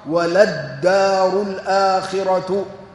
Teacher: إحداهما لام الابتداء والأخرى لام التعريف، لكنها أدغمت في الدال لاشتراكهما في الصفات من حيث الجهر والاستفال. اللام والدال كلاهما من حروف الجهر ومن حروف الاستفال.